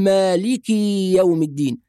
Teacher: أيضا هناك البعض يطيل الكسرة فيقول مالكي يوم الدين